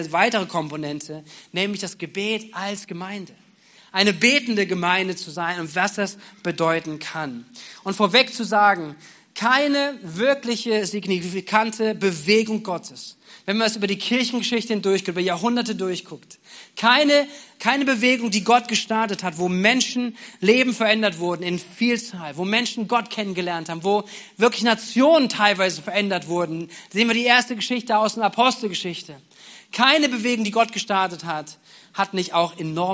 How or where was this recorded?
large echoing room